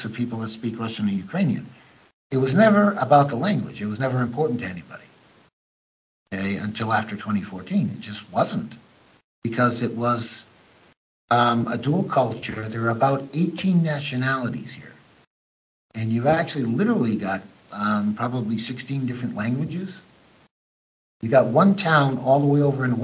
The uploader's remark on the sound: American Journalist in Ukraine Skypes Me